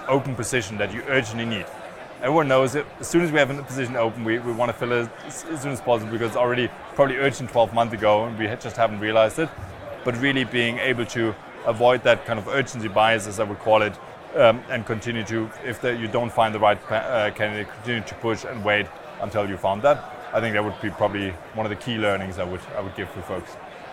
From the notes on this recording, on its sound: Recorded live from the SaaStock 2022 Podcast Stage.